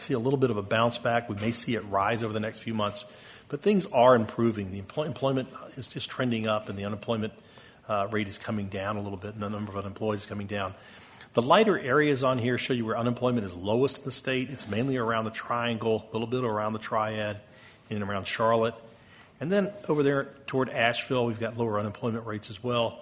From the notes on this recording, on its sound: Closing Keynote. Conference Audio.